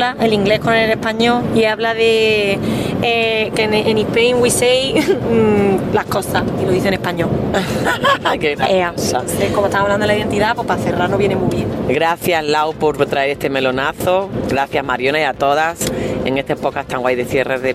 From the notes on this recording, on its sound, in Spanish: Nos mandó un precioso audio desde el coche. En el trayecto entre Balmaseda y Madrid.